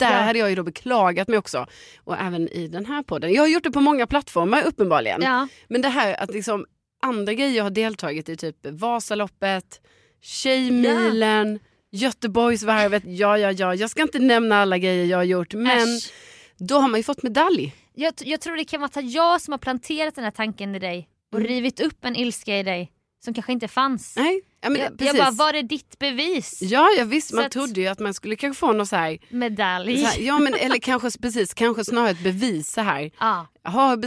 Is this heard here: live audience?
no